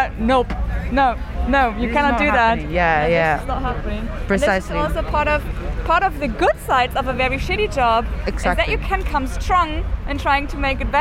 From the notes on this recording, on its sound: Recordings that were made on the 10th of June 2021, during the wildcat strike of the Gorillas Workers Collective. Visiting the solidarity rally and picket line of one of the warehouses of Gorillas in Berlin.